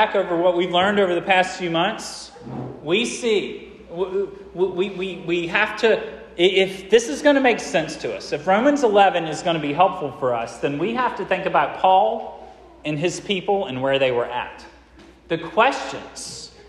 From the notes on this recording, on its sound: This sermon was preached at Hope Fellowship